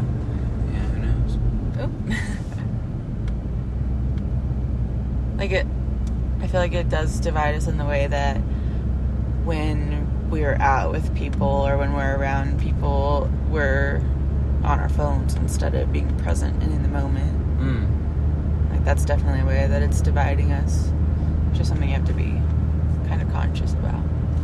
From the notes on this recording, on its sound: recording from the north rim grand canyon.